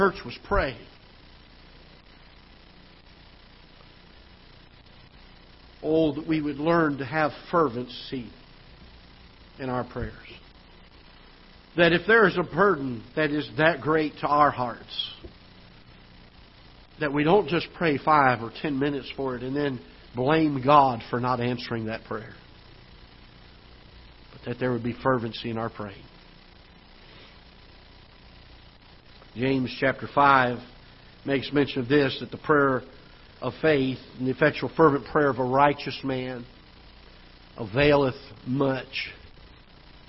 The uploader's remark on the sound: Ketha Heights Baptist Church ~ Live Broadcast